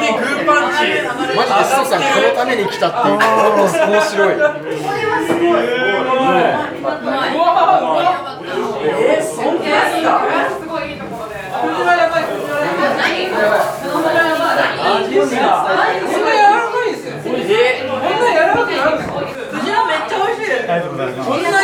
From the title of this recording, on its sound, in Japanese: 実録！魚食系忘年会2023〜世界初！？ホタテの殻剥き実演音声入り〜